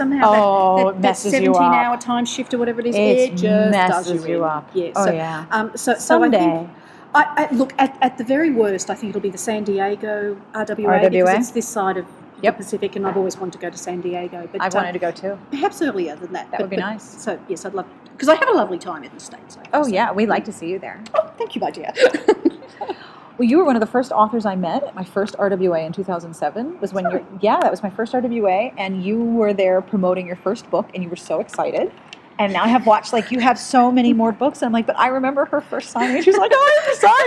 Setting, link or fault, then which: setting, busy venue